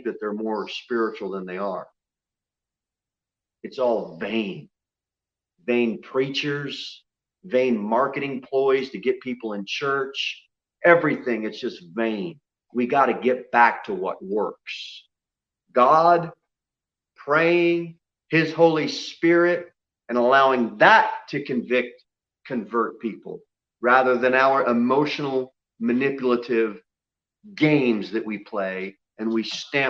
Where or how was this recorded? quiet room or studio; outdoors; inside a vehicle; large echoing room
large echoing room